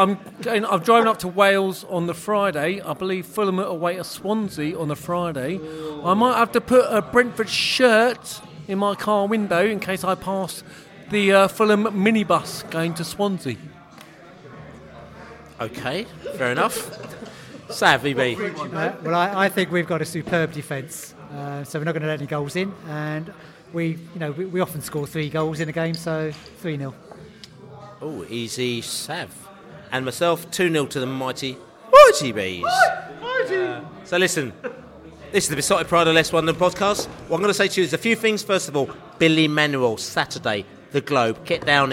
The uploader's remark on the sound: podcast from the pub